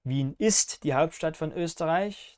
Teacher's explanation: Da wird das Copula-Verb akzentuiert nach dem Motto, ich bin mir ganz sicher, dass Wien die Hauptstadt von Österreich ist.